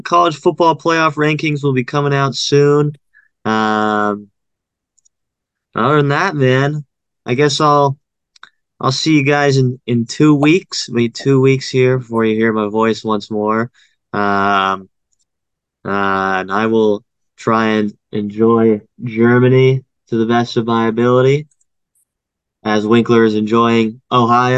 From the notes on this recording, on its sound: It's a Zoom episode!